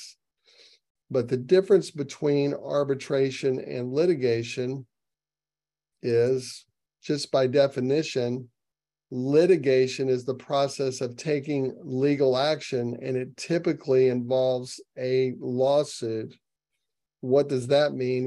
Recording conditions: video call